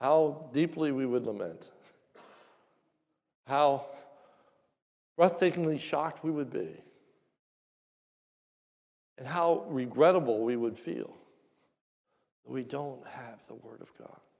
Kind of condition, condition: setting, large echoing room